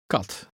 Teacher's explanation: The Dutch K is softer than the English K and sounds like a cross between the English K and G.